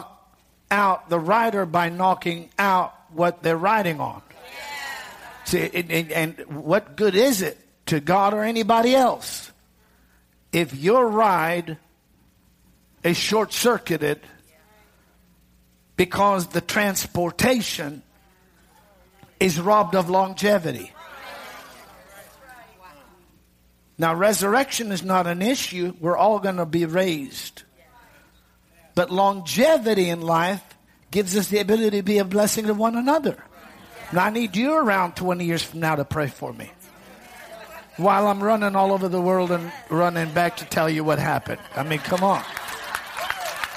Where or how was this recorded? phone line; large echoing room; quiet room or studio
large echoing room